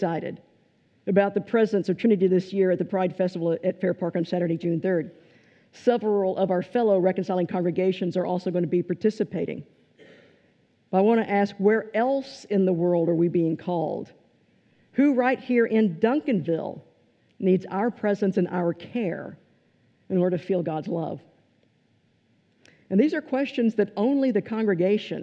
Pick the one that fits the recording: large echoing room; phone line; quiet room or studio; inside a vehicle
large echoing room